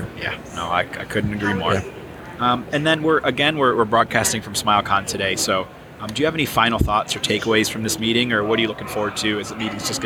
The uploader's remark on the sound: Live from Smilecon.